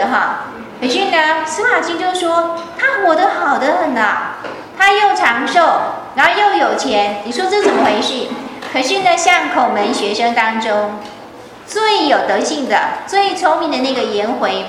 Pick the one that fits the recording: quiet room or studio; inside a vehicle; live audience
live audience